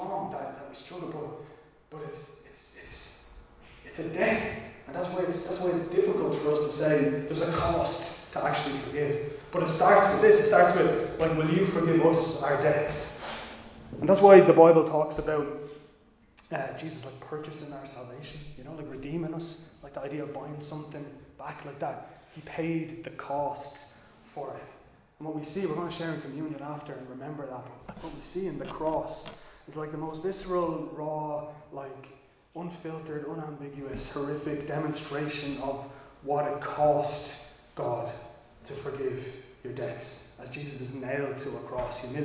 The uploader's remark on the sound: Recorded live in Liberty Church on 23 January 2022